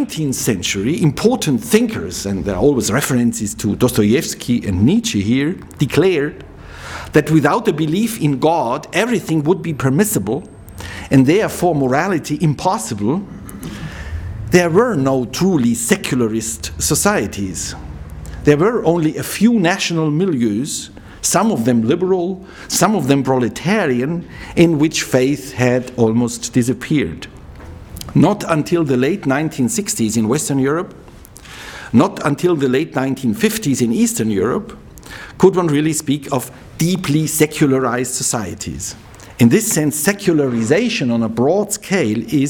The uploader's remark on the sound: He delivered this lecture on October 13, 2009 at the University of Chicago's Classics Building.